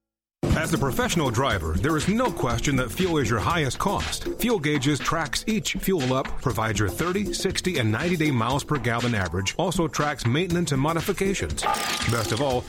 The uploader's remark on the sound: Call in Question and Answer Show